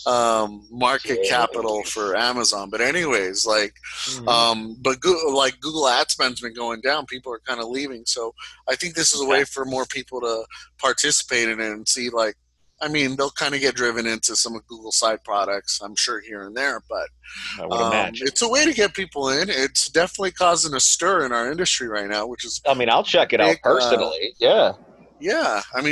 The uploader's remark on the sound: We conducted this meeting remotely on Zoom.